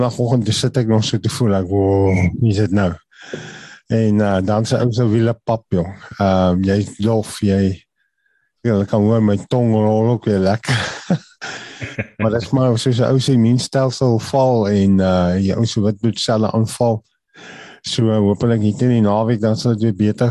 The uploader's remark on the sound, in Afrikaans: Manne van die Woord Zoom Byeenkoms 2 Junie 2022